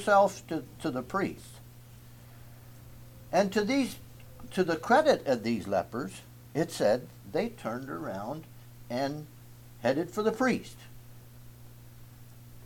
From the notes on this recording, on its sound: Message preached at Word Of Hope